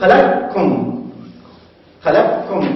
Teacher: تبدل القاف كافا وتدغم